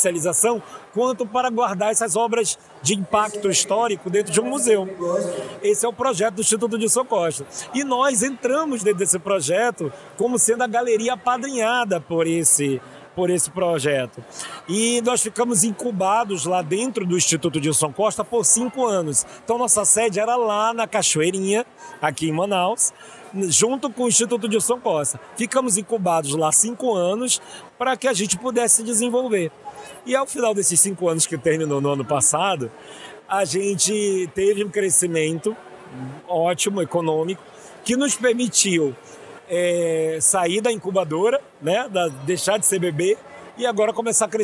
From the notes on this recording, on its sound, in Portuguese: Live and Stereo at The Week: Day 2 and Day 3. Aproveitem a segunda metade do conteúdo gravado ao vivo no nosso estande do podcast.